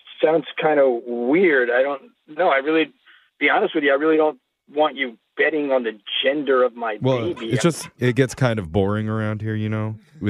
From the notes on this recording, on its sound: In your Phone Tap we’re calling a soon-to-be new dad